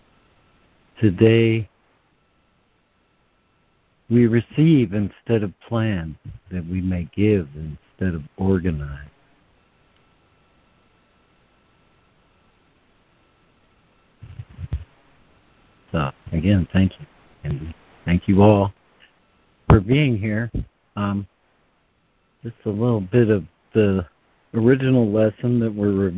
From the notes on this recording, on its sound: ACIM Daily Conference Call.